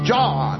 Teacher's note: his accent puts him somewhere in South Georgia where they have long vowels.